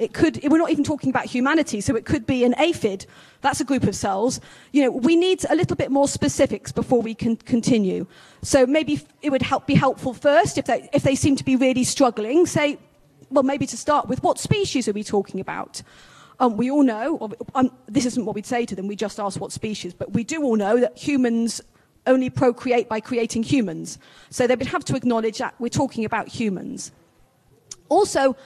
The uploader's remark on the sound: This talk was given at New Dawn 2023, a conference held annually at the Catholic National Shrine of Our Lady of Walsingham.